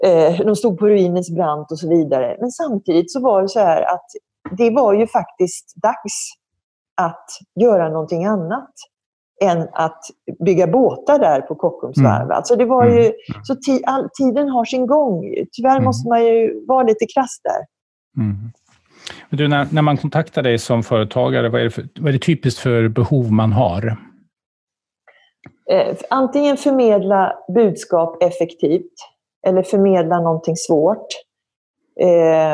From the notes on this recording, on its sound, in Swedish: Samtalet spelades in via Zoom